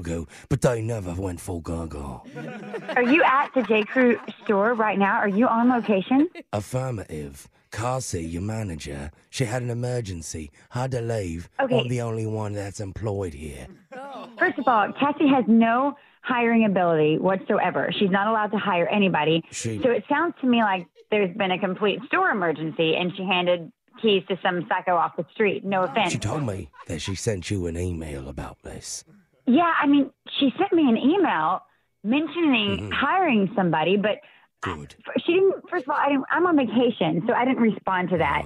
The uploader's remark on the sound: Phone Tap